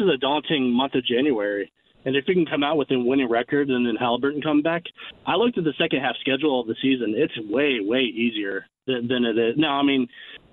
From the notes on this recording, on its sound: wraps up the 2nd hour of the show with some phone calls!